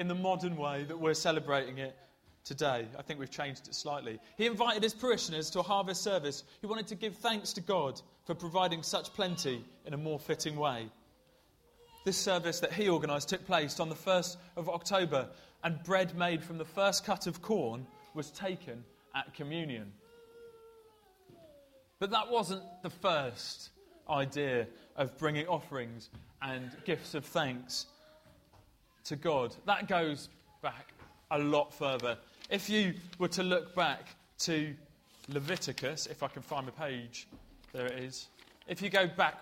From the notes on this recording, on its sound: This talk was broken into 3 parts throughout the service, separated by songs, games and puppets! Preached at Colchester Road Baptist Church, Ipswich.